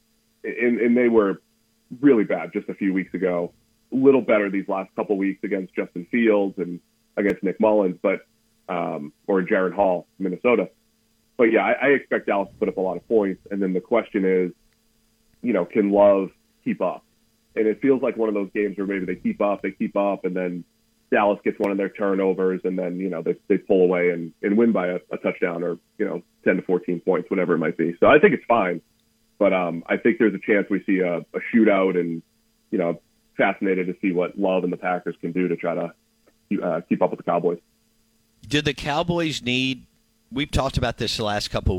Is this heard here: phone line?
yes